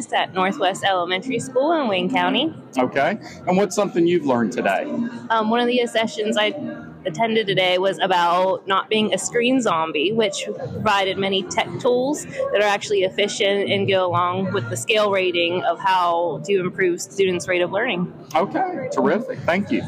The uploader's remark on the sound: On Location at NCBOLD